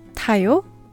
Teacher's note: And the verb for ride with a rising intonation for it's a question.